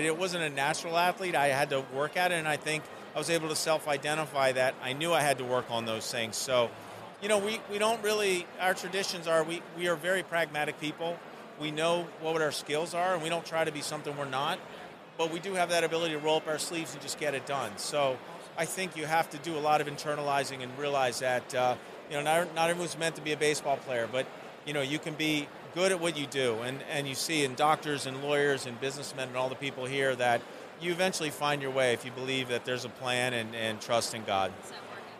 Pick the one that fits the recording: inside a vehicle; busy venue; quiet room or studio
busy venue